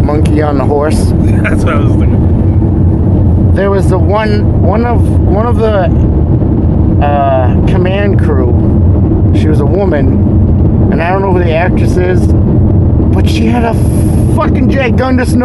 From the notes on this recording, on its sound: On the ride home, the trio recorded their post movie conversation.